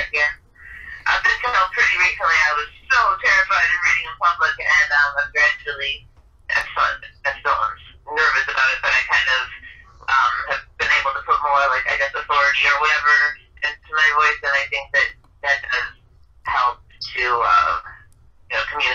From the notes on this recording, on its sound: joins us via phone